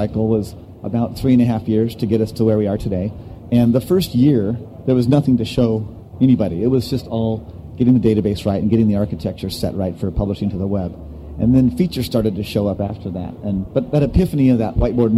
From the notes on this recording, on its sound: On Location from SES San Jose 2009